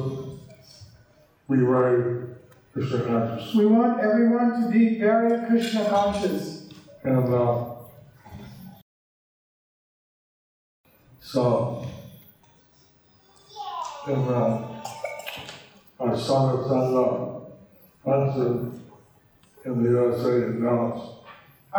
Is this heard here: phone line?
no